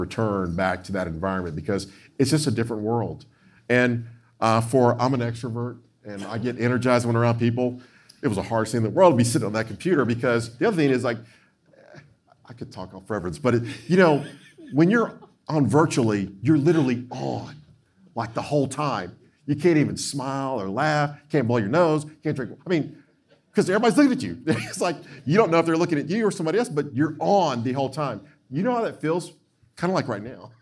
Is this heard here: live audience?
yes